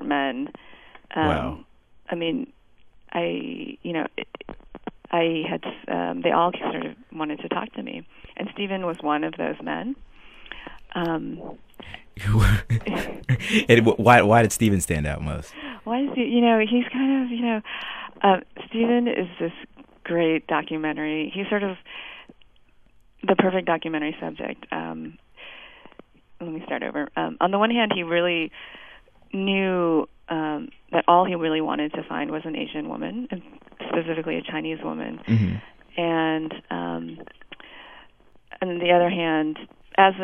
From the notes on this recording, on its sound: MaDCap DC has a phoner with documentarian